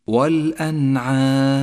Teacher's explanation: في كلمة واحدة هي كلمة الأنعام، النون الساكنة وبعدها حرف العين، تظهر النون وما بعدها من غير غنة أو تشديد · Term: حكم الإظهار